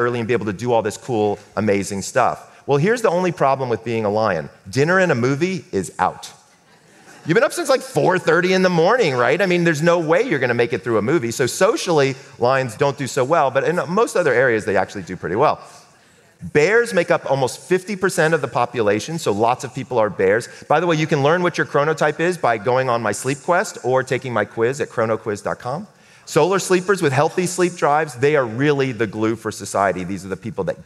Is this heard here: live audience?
yes